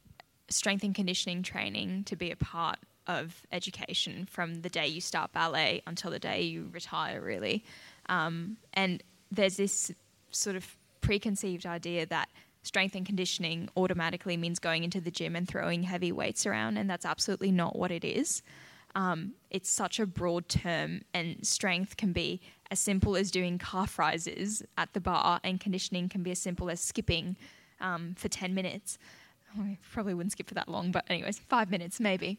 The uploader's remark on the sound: Recorded with a live audience for Queensland Ballet's Mind Body Ballet Day in November 2021.